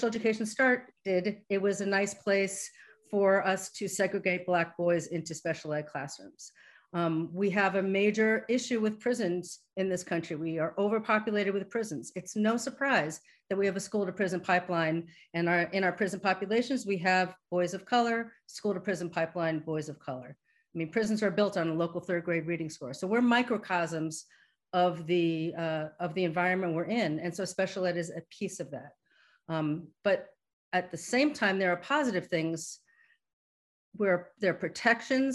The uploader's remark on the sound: a live webinar on May 10, 2021